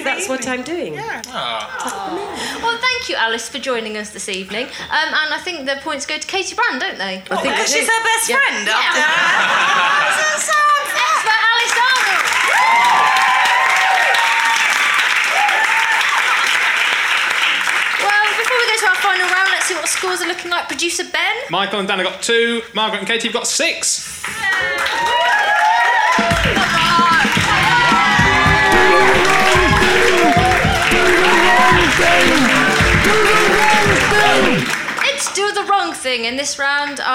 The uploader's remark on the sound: recorded at the Phoenix back in June